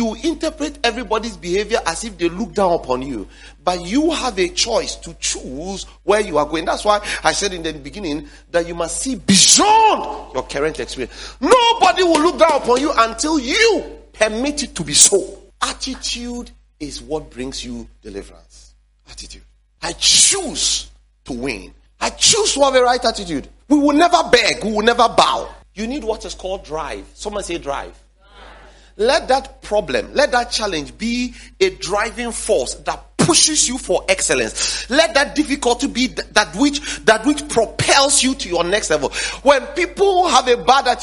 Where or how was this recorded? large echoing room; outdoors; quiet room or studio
large echoing room